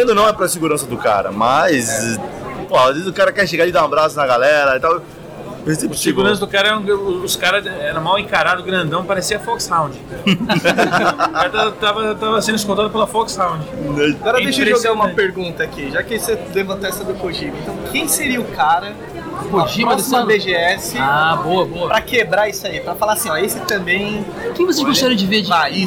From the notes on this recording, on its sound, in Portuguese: Lendas presentes na #BGS2018. Em nosso último podcast gravado na #BGS2018.